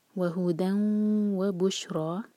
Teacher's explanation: یدیہ ہدن و بشرا، تنوین کے بعد واو ہے، ادغام یہاں غنہ کے ساتھ